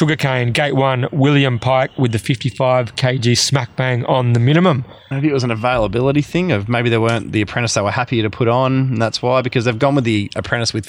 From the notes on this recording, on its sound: Recording from "Butchy's Big Deck" up at The Mundaring Hotel